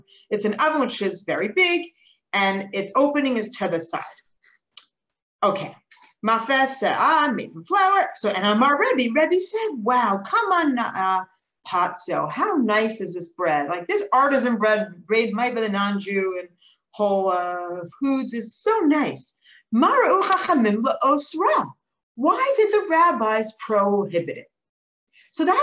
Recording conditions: video call